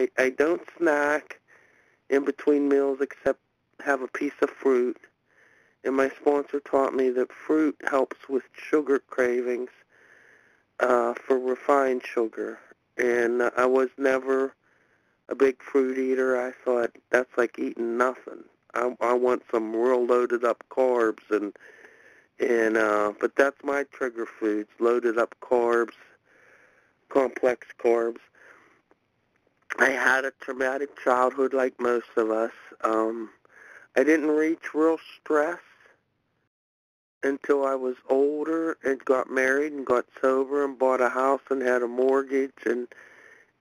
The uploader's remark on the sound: from the 100 Pounders Phone Meeting, 1/5/23